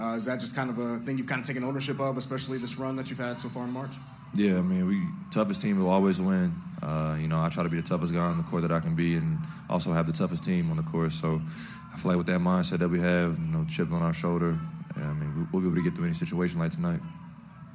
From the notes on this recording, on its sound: Postgame Audio From Kansas Sweet 16 Win Over Providence. Full post-game press conference.